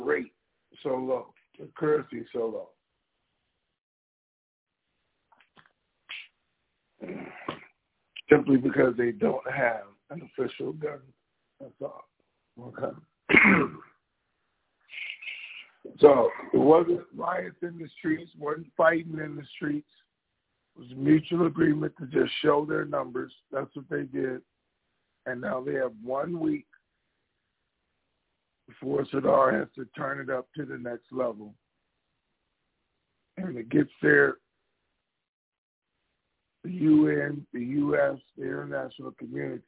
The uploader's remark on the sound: TNTSuperfantastic Conference Call